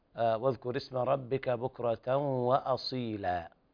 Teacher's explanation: المد يعوض عن التنوين مد طبيعي يعني لا تزيد عنه عن حركتين